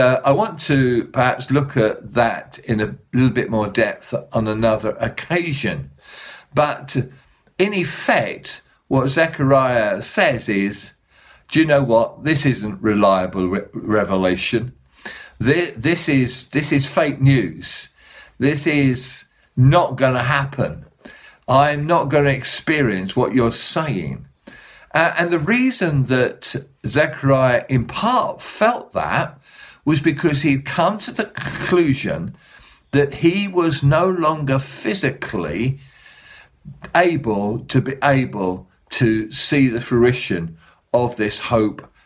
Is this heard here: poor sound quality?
no